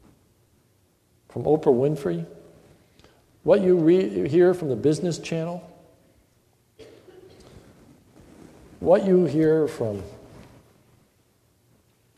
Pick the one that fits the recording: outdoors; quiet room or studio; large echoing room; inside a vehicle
large echoing room